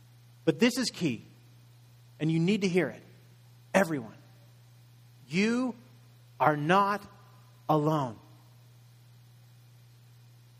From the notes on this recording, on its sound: Message delivered in Contemporary Worship Service